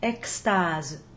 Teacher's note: initial EX is followed by a consonant, so we pronounce that X as an unvoiced KS, extase. If initial EX is followed by a vowel or an H, which, remember, in French is silent, it will be a voiced GZ, like in the words, for example, par exemple.